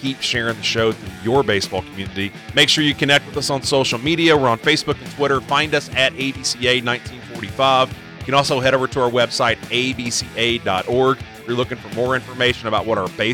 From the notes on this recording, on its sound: Live from the ABCA Convention in Dallas. From our podcast stage in Dallas, we worked to capture the energy.